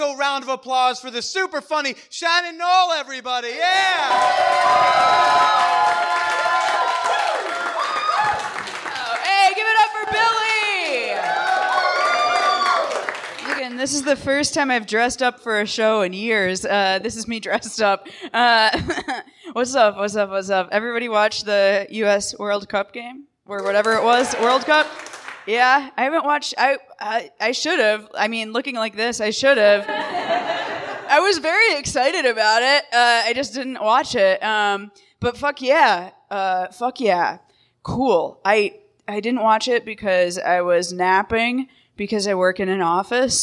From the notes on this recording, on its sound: LIVE from Chicago. Recorded at North Bar on June 28, 2019.